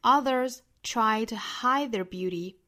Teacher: 注意卷舌后面尾部的 s 读浊音